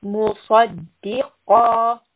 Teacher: qaf is from the soft palate, and it is also a heavy sound